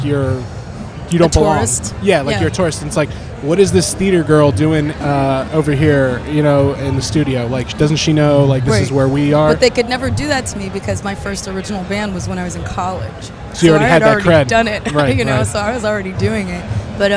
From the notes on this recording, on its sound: Live from The NAMM Show. Live from The 2020 NAMM Show.